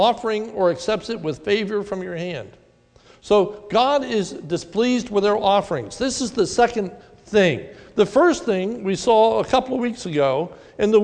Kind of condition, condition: setting, large echoing room